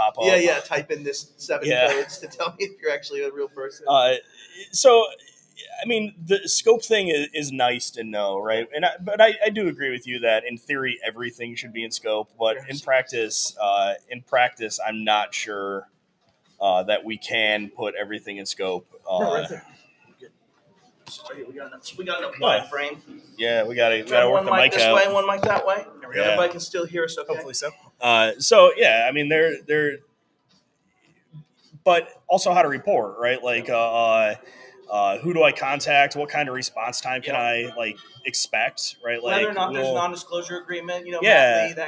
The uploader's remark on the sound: Live from the Right of Boom Security Conference in Tampa 02/09/2022. Some surprise guests pop in and say hello!